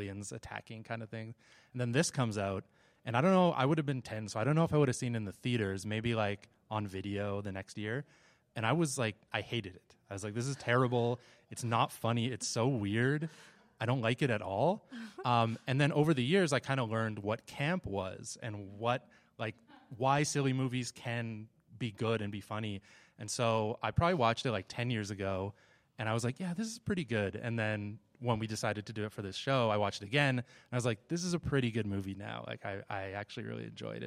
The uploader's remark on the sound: Repodcasting is back with a brand new LIVE EPISODE! Recorded on site at Calgary Expo.